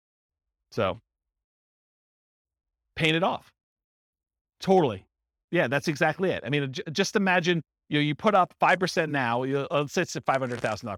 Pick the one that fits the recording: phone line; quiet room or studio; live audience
live audience